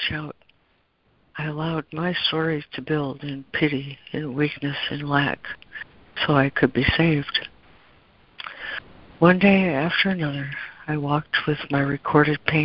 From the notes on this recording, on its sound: ACIM Daily Conference Call